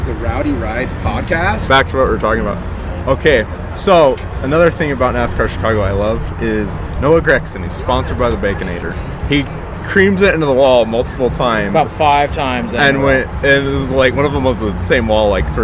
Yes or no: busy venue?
yes